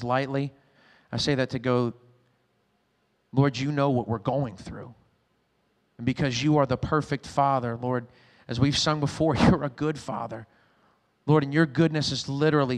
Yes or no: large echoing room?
yes